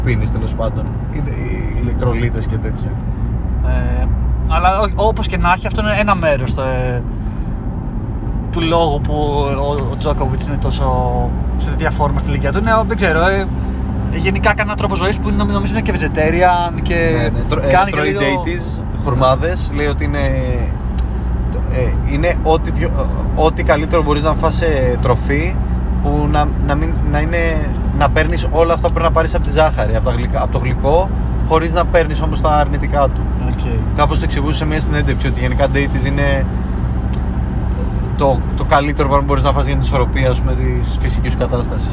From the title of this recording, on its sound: Car edition